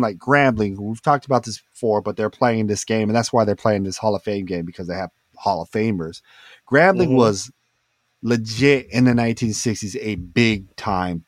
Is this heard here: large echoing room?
no